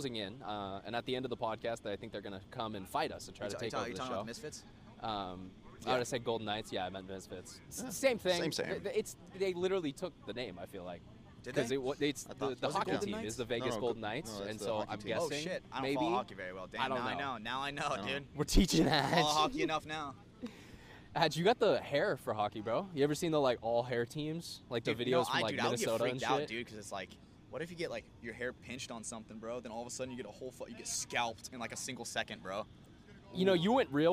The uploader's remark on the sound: Hold the first-ever remote location recording, coming to you live from a field In Chicago where the NXL is holding its latest major event, NXL Windy City Major 2023.